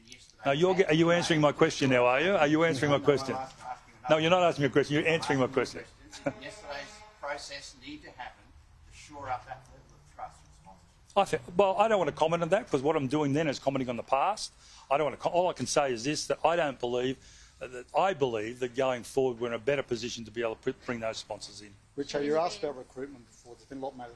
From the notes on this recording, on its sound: press conference